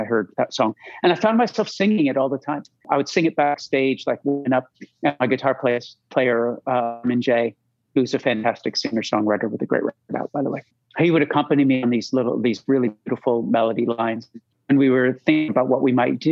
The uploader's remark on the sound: This episode was recorded via zoom and at times the audio quality is less than perfect.